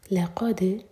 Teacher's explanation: لقد لام لائٹ قاف ہیوی دال پر قلقلہ